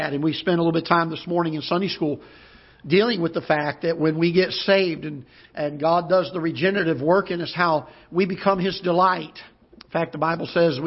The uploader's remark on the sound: Ketha Heights Baptist Church ~ Live Broadcast